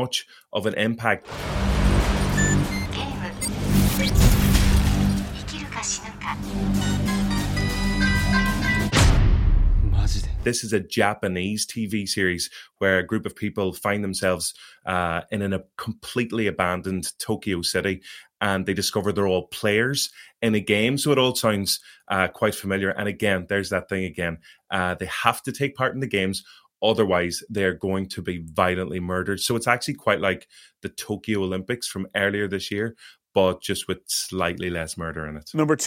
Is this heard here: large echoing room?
no